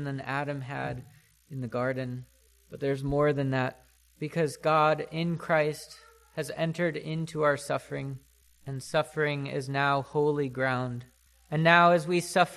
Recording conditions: large echoing room